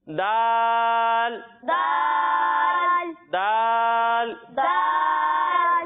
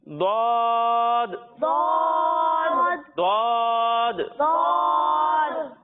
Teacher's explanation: دال کو ہم باریک پڑھیں گے اور ضاد کو ہم موٹا پڑھیں گے